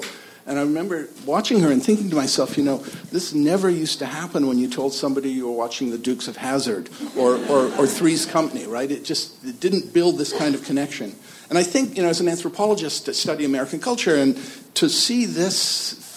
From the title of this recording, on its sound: Spoiler Alert panel from ATX